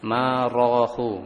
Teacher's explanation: Harokat fathah pada ro harus ditebalkan · Term: ro tebal